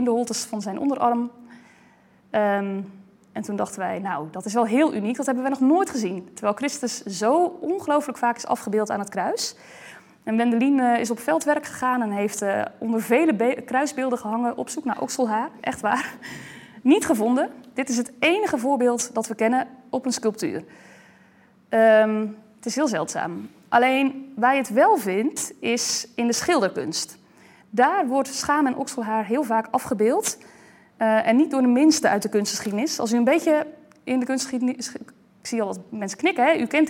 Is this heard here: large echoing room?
yes